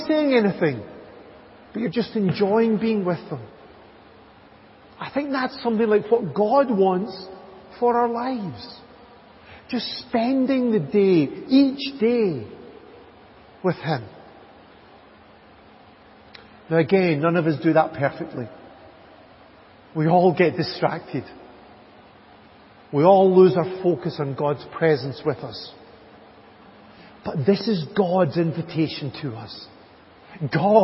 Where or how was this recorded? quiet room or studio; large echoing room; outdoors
large echoing room